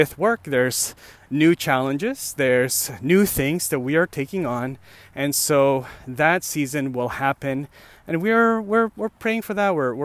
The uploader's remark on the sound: Another walking podcast.